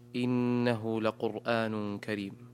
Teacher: تنوين أتى بعده حرف الكاف، فالحكم إخفاء حقيقي. أحسنت، بارك الله فيك.